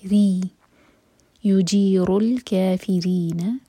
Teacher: را کے نیچے کسرہ ہے تو را باریک ہوگا